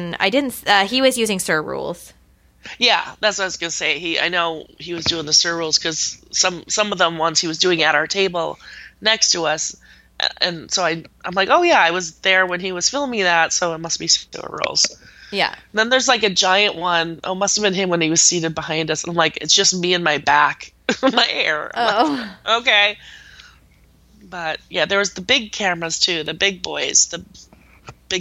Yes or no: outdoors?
no